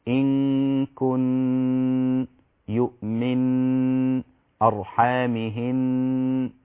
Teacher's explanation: لابد إذا وقفت عليها أو إذا وصلت أن تغن النون المشددة · Term: الغنة